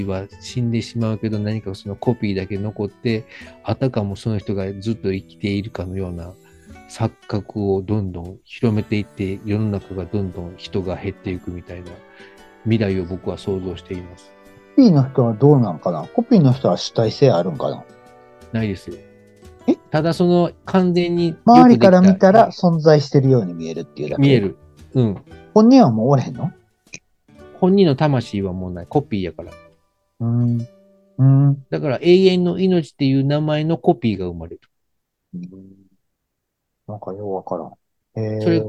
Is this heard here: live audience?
no